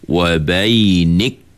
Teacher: Syiddah itu ialah ketika kita sebut kaf ini, suara kita tersekat ataupun tertahan. · Term: sifat syiddah